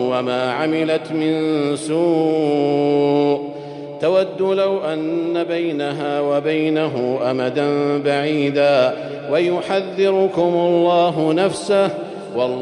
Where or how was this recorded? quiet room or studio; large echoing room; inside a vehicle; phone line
large echoing room